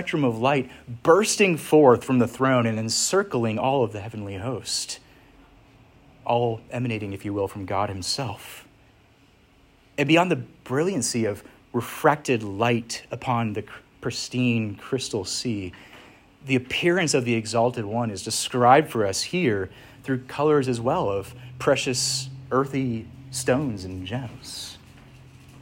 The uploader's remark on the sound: Preached at Church of the Harvest, ARP (Williamsburg, VA)